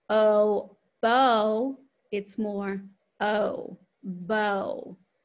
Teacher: We're changing the first sound in the diphthong back to the schwa. So instead of oh, bow, it's more oh, bow.